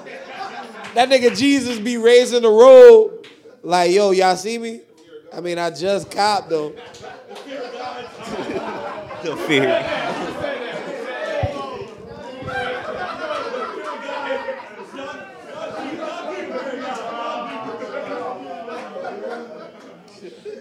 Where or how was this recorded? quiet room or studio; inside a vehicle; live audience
live audience